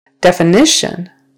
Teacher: Definition, third syllable stress.